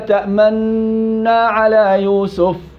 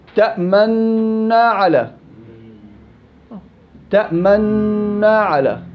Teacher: النون المشدده حركتين، الحركة الأولى بجيبها عادي ولا في مشكلة، بالحركة الثانية بضم الشفايف إلى الأمام، تأمنا على هذا الإشمام.